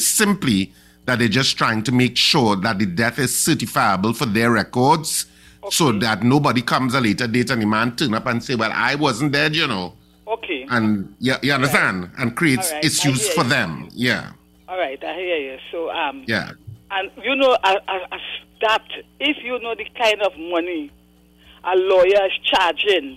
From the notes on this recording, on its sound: we take more calls from the audience